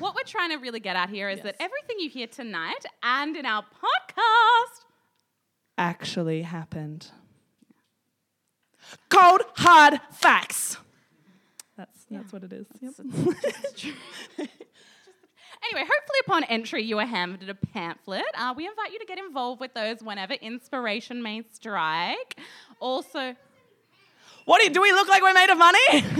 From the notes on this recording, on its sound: Recorded live from the Love Letters to F***bois Podcast Launch and Singles Mixer at East Brisbane Bowls Club. In front of a live studio audience.